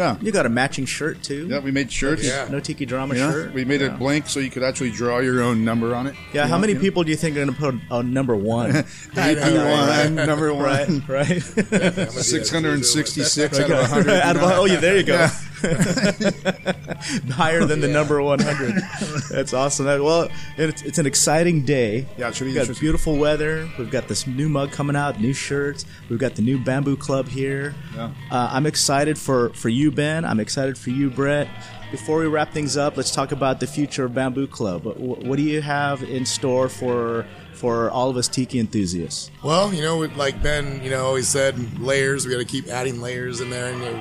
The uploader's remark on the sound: On this episode we come to you live from The Bamboo Club in Long Beach, California.